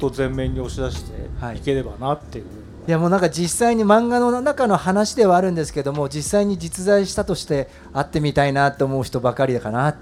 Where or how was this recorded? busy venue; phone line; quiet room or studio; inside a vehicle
busy venue